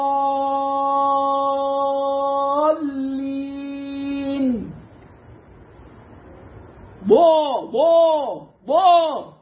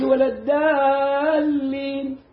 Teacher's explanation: حرف الضاد مفخم وفي أعلى درجات التفخيم · Shown in: first take · Term: مفخمة